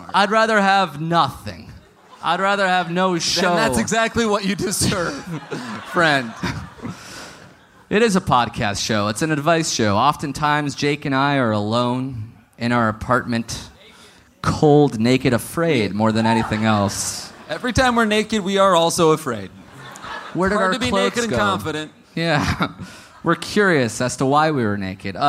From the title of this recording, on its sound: Live in Austin